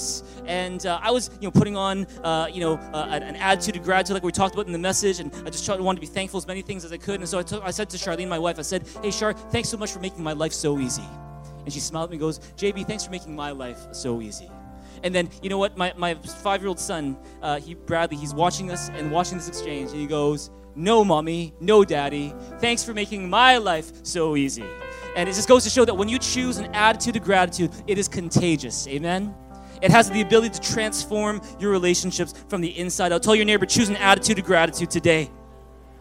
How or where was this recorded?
large echoing room